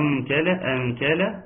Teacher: طبعا اللام مرققه ناخد بالنا من الترقيق · Term: ترقيق اللام